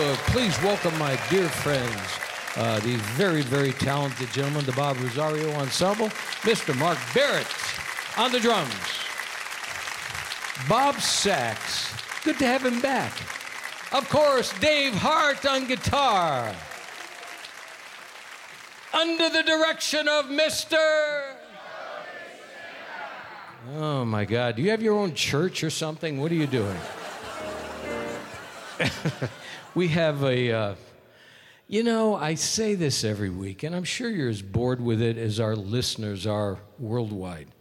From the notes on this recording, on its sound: Live at the South Point Casino